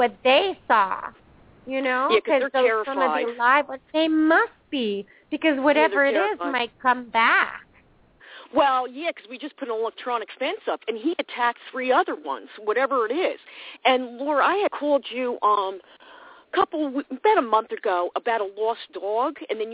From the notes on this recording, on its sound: open up the lines for listeners to call